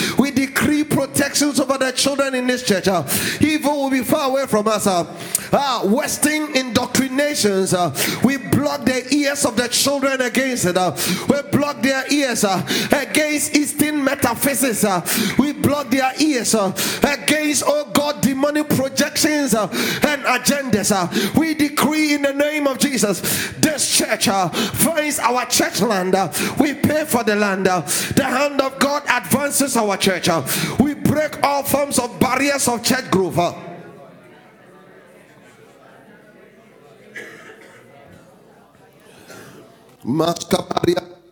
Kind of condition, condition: setting, large echoing room